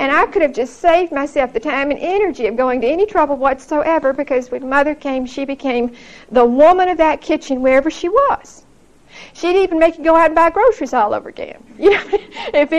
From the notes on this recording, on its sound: Recorded 9/23/1975 at Whitesburg Baptist Church.